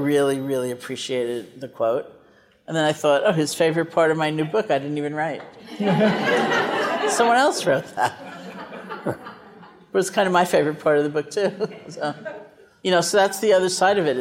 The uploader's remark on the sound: This episode was recorded live at Tibet House in 2018.